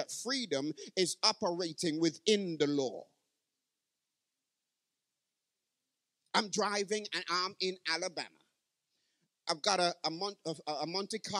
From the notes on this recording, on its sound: Live from Parkside Community SDA Church 2023.